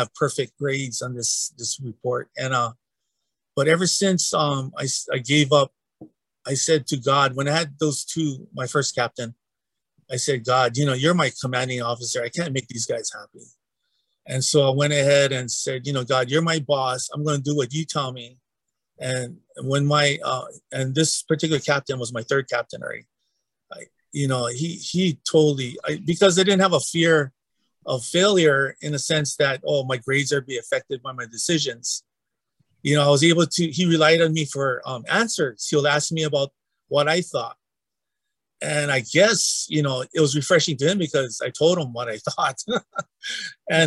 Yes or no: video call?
yes